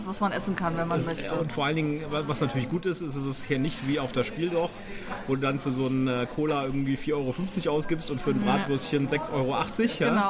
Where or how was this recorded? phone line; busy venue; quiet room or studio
busy venue